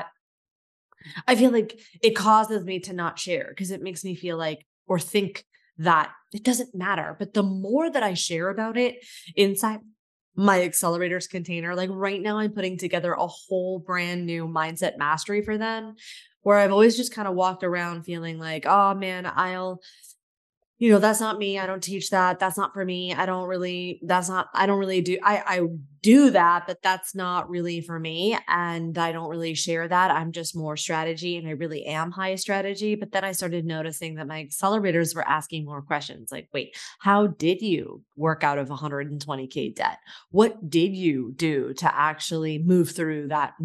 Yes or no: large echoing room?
no